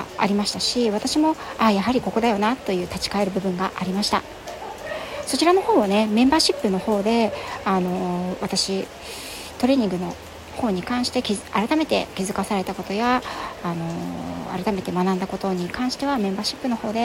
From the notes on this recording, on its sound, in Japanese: セミナー会場も、宿泊先も、電波が弱い。WiFiも着いたり消えたり。会場からの興奮はボイスメモで残しました。